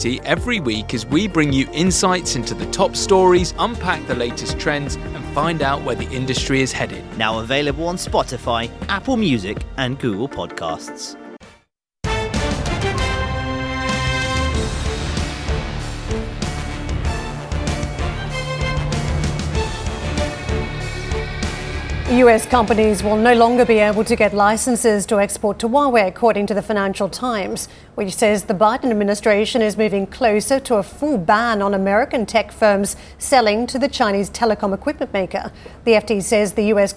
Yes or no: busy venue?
yes